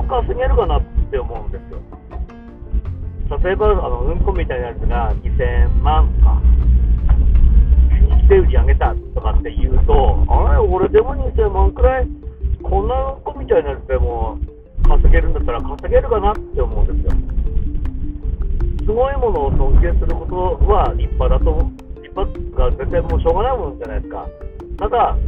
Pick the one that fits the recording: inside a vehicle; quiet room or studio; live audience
inside a vehicle